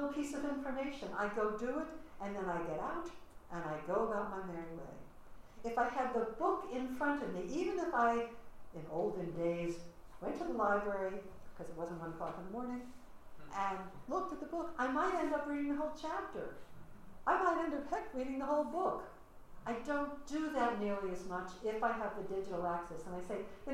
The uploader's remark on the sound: Audio recording of a lecture. As part of the Graduate Institute Summer Lecture Series.